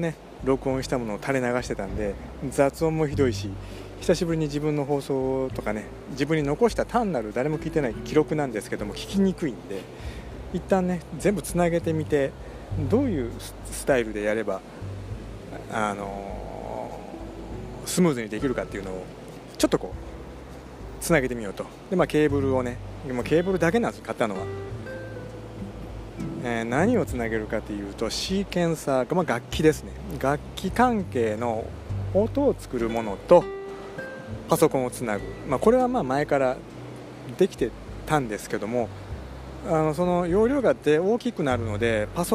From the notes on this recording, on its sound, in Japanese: 雑音じゃないよ鴨川だよ。電気屋さんのついでに京都にvibram KSOを買いにきました。